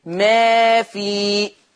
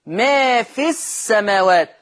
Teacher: وقفت هثبت حرف المد، وصلت يحذف حرف المد لو جه بعد منها همزه وصل. سبح لله ما في السماوات، ادي كده السماوات اولها همزه وصل.